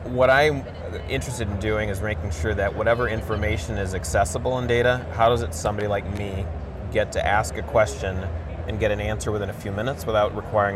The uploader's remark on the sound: an Interview in Action live from ViVe 2023